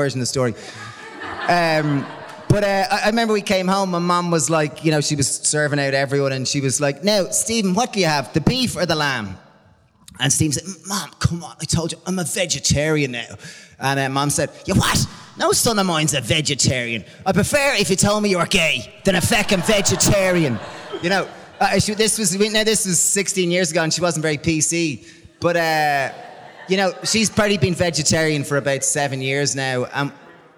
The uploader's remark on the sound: Live In Dublin. Took place before a live audience at the gorgeous Smock Alley Theatre this past summer in Dublin, Ireland. I sincerely hope you enjoy our live presentation, which includes loads of great questions from the audience.